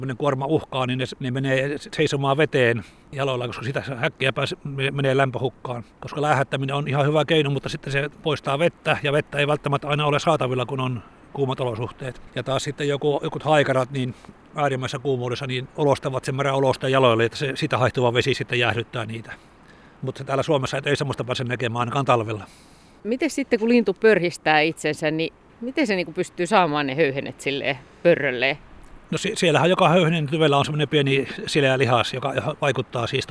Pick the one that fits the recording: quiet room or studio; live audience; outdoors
outdoors